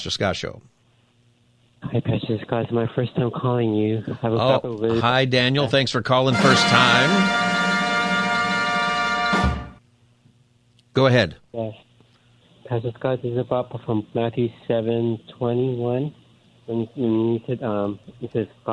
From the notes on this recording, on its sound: Open Phone Friday Continued.